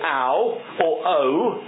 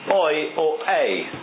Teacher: When you say oi, you're ending with a yud. But when you say the ow or the o, you're ending with that sound of the W, which is really when your lips are coming together. · Shown in: first take · Term: English W